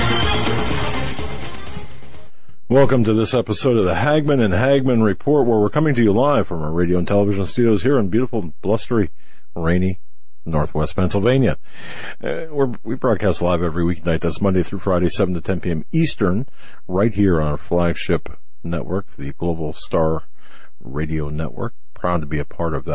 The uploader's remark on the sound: Open Phone Lines